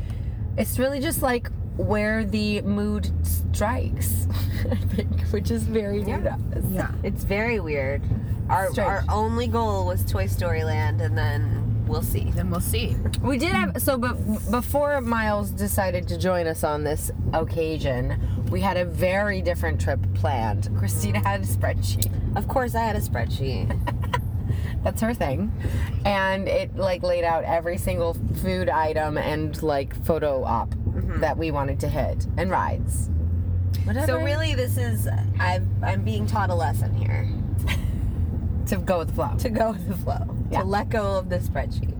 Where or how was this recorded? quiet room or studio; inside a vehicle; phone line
inside a vehicle